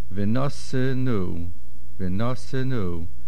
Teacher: Again, the tlisha gedolah on the first letter, but the main accent is at the end on the nun